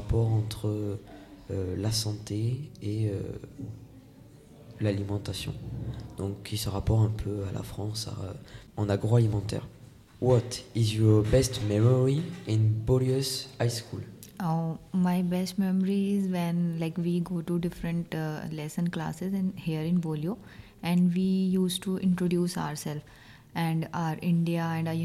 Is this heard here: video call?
no